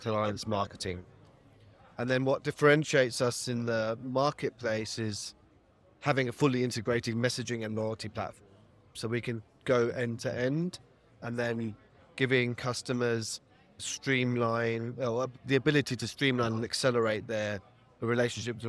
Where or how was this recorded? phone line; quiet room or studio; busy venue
busy venue